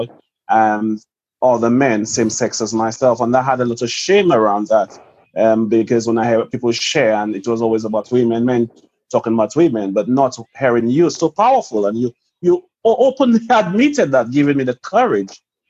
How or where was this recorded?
video call